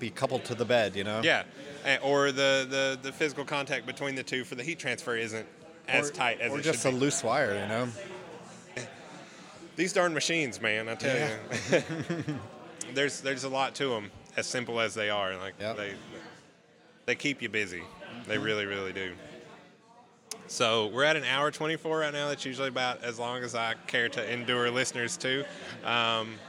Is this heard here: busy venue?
yes